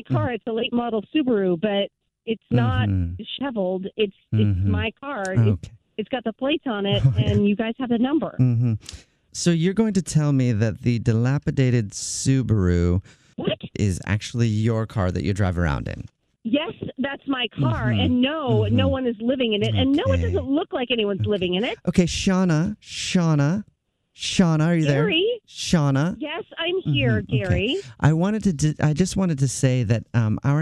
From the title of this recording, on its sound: in this Phone Prank!